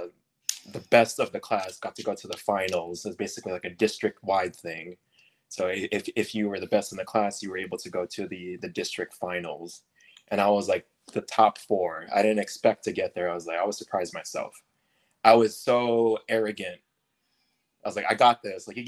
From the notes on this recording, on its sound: Some technical difficulties can’t stop us from learning more about our competitive side.